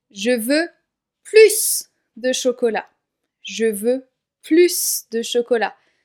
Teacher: On prononce le S ici, parce qu'on a de juste après.